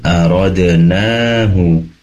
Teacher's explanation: aradnahu ro-nya pendek, nanya panjang 2 harokat, hanya pendek aradnahu an naqul, seperti itu.